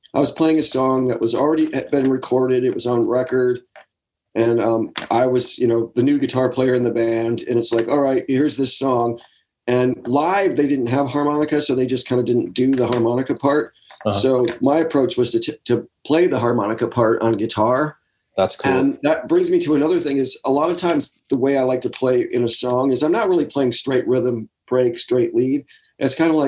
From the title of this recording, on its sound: remote ZOOM